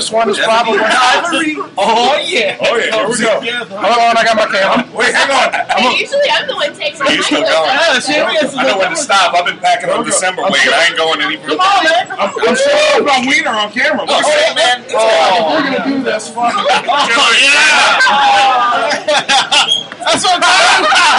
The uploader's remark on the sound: This episode is fairly out of control, since it takes place in a bar. Recording live from the Naughty or Nice Christmas Show at the Twist of Lime.